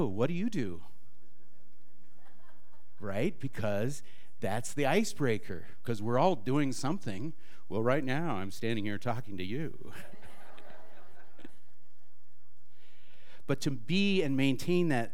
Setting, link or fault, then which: setting, live audience